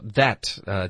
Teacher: that,结尾要顶舌头导致停顿